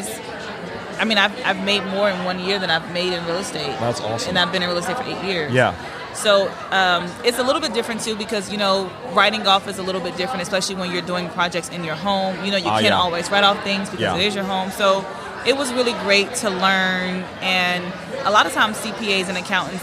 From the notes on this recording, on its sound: LIVE from HAVEN 2022